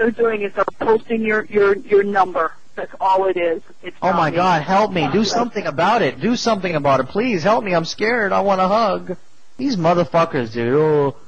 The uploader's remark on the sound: Prank Phone Calls Collection